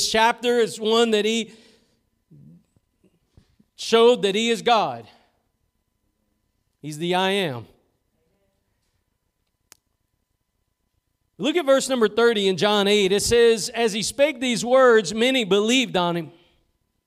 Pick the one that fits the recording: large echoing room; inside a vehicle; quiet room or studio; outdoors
large echoing room